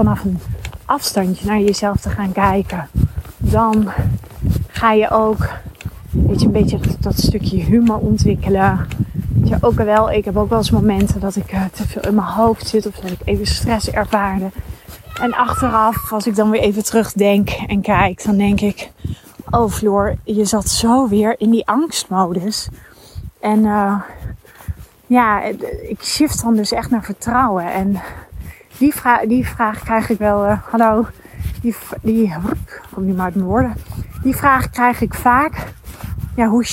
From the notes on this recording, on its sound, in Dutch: een mooie nieuwe podcast die ik tijdens het wandelen heb opgenomen